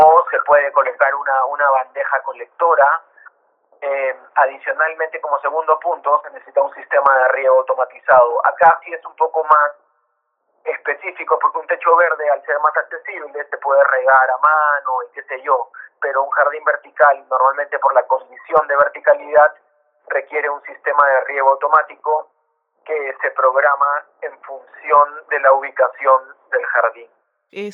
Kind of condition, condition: link, phone line